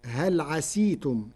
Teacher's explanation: قرأ ورش كلمة عسيتم بكسر السين فتصير هل عسيتم، لغة لبعض القبائل.